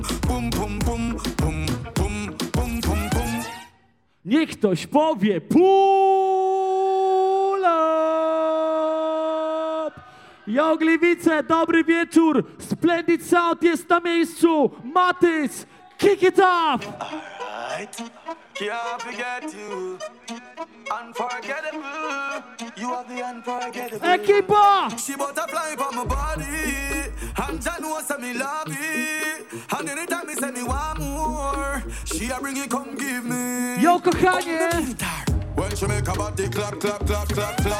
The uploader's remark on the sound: 1hr live set from party called Rehabilidancehall in Gliwice, PL.